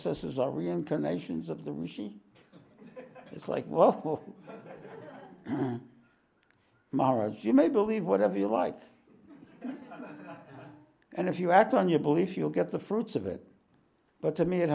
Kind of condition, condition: setting, live audience